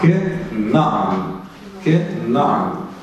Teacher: Ударение на слоге «на»